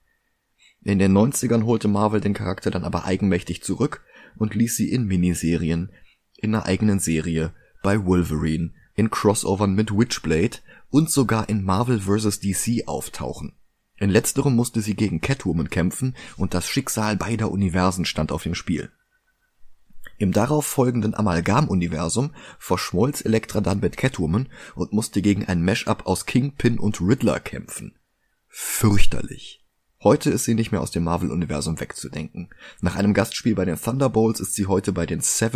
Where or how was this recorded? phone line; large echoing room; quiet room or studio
quiet room or studio